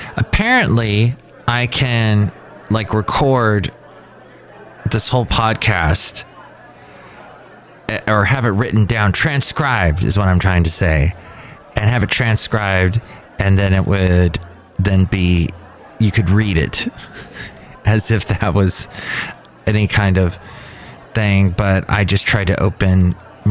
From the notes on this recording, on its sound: podcasts live from Cafe Anyway